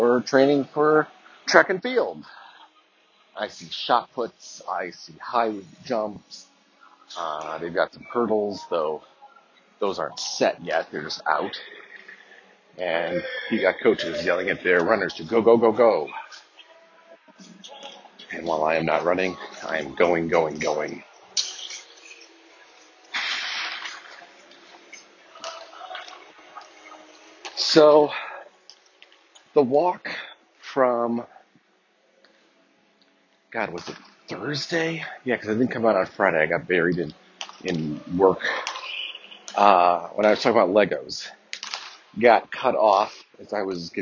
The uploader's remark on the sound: Track and field training in the background provides some interesting sound effects.